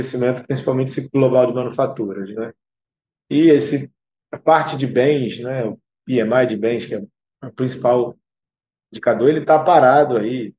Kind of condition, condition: link, video call